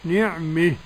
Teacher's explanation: يتعين عليه الإمالة نعمة